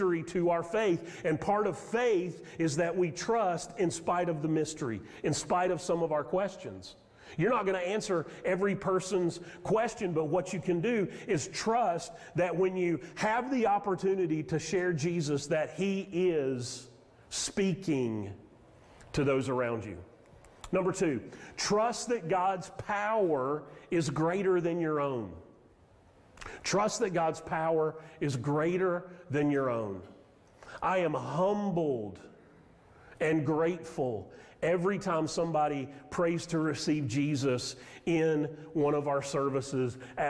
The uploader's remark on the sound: Sermon audio from Mission Church in Locust, NC.